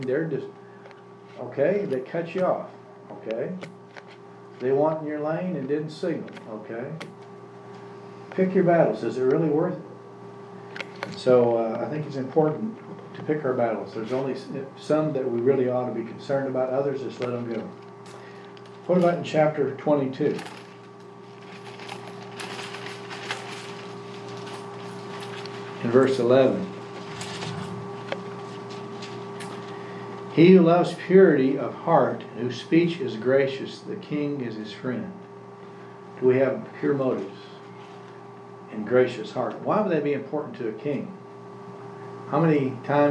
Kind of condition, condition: setting, large echoing room